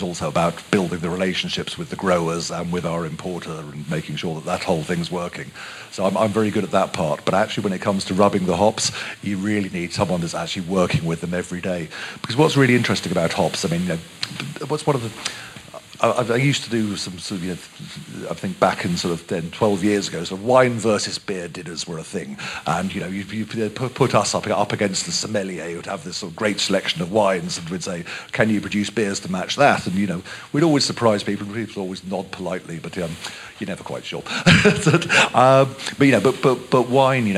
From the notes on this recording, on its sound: Throughout this month we’ll be bringing you our panel discussions from FyneFest 2022.